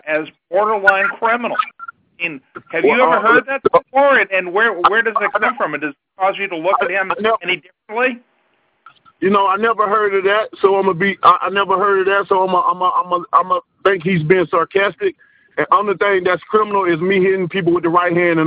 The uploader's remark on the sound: Media Conference Call.